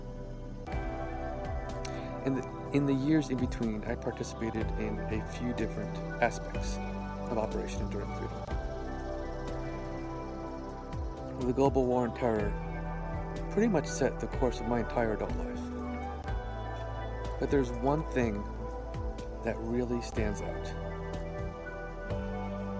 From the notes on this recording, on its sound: Audio is from a video recorded outside.